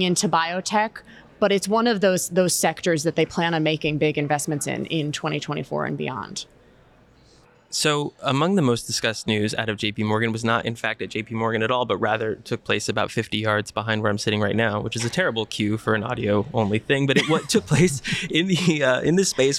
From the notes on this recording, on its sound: Live! From #JPM24. Recording from the STAT co-working space outside the J.P. Morgan Healthcare Conference.